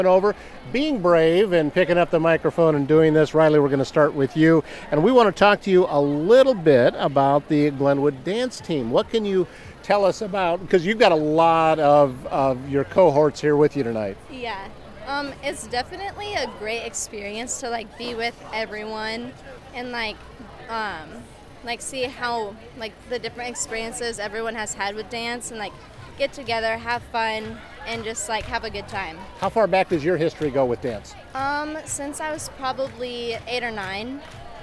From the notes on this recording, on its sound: This episode was recorded on site at the Cultivate Community Event in Glenwood Iowa.